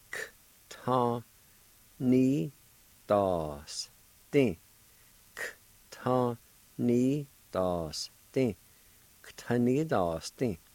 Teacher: The KV, the V sound will be silent, and you can pronounce the K with the TA